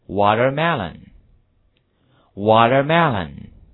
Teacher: Water 这个词我们把语调拉上去了，melon 这个词滑下来了